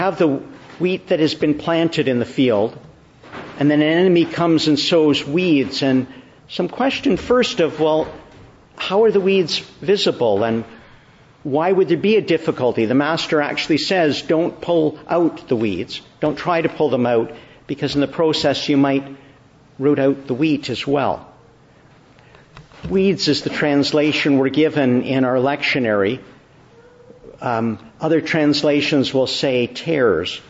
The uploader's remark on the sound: Morning Service. Preached in the Church of the Annunciation, Ottawa.